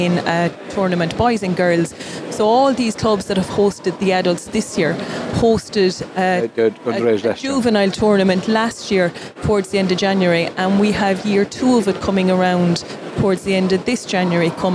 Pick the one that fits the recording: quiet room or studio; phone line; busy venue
busy venue